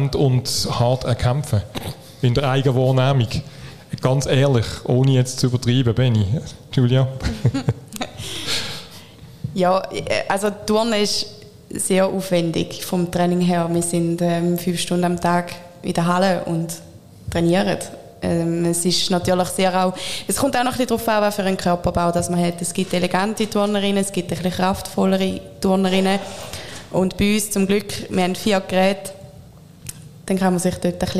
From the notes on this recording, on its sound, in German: beim ersten Podcast-Live-Event in Solothurn